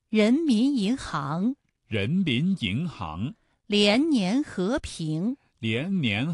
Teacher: 起音要比一声稍微低一些，然后再升到高，声带从不松不紧开始，逐步绷紧，直到最紧，声音从不低不高到最高。人民银行，人民银行。连年和平，连年 · Term: 二声